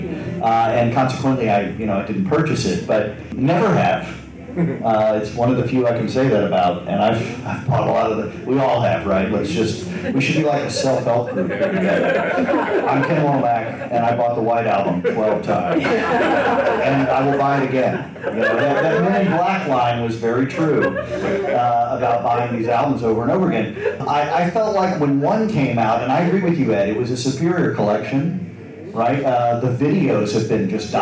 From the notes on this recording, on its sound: Live-ish from the Fest for … Fans, Chicago. A very special live edition of When They Was Fab.